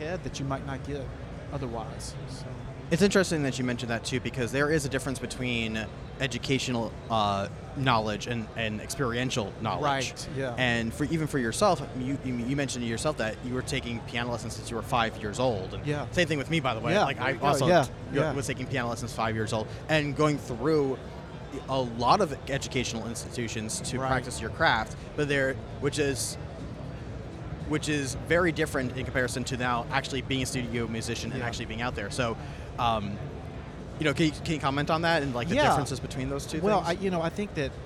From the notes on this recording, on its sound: In this special episode live at The NAMM Show